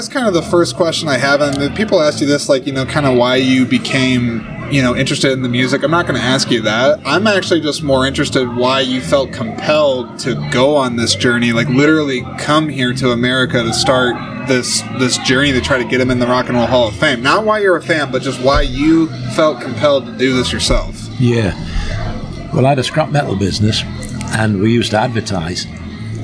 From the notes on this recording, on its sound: This episode is the third in a series of exclusive conversations that were recorded on site at the 16th Annual Iowa Independent Film Festival. This was recorded at 173 Craft Distillery in Clear Lake, IA.